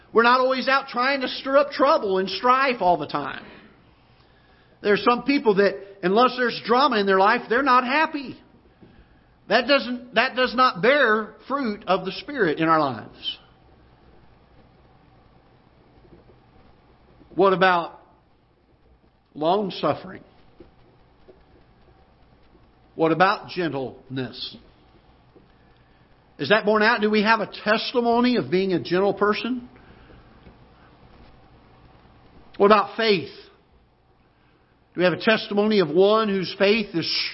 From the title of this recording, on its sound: Ketha Heights Baptist Church ~ Live Broadcast